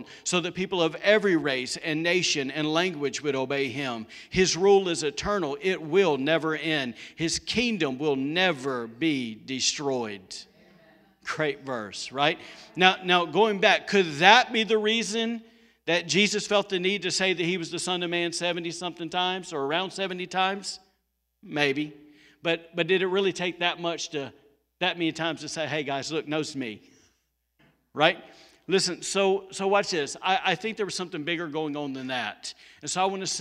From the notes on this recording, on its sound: Was recorded on Sunday, November 15, 2020, during service at The Anchor Church in Rockport, Maine.